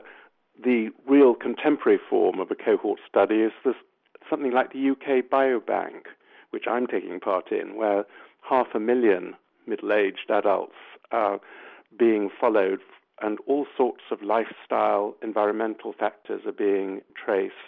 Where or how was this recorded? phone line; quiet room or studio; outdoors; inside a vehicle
phone line